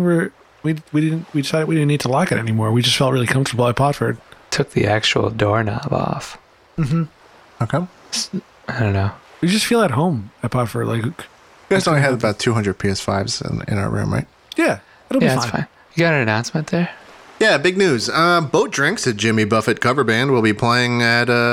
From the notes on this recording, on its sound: On Location At Spring Break 2021. The boys will be recording a live episode straight from the beach, today! Come and enjoy the sounds of the ocean.